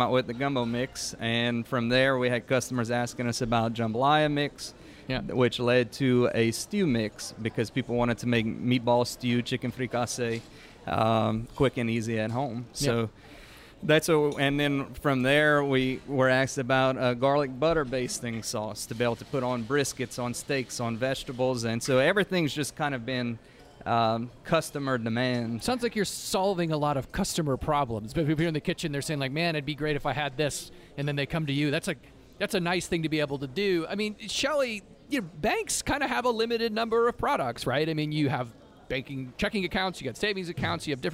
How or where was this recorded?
busy venue